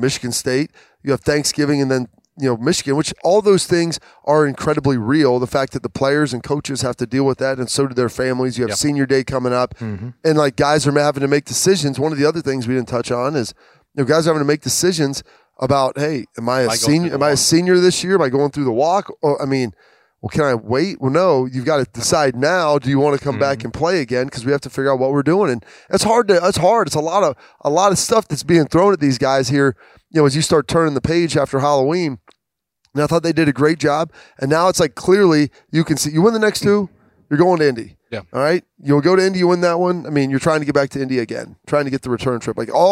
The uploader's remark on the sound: Lettermen Live returns for another jam-packed episode from Roosters